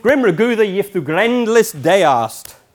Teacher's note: there's our two stresses in the first half line, the A line, one in the second.